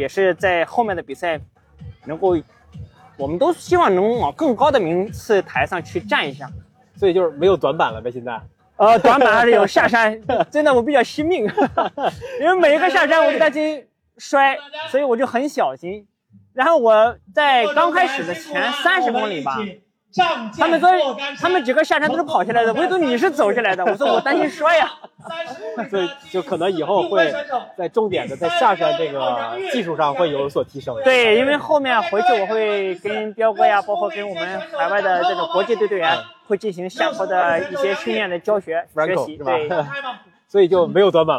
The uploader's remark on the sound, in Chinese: 这次我们来到凯乐石莫干山跑山赛的赛后现场，跟几位领奖台的精英跑者们聊聊。